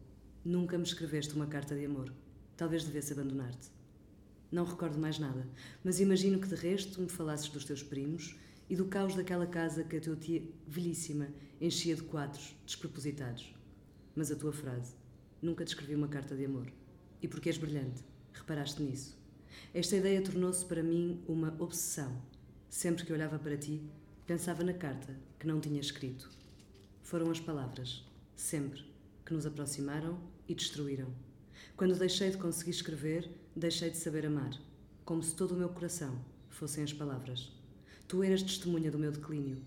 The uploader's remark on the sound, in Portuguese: numa conversa gravada nas Correntes d’Escritas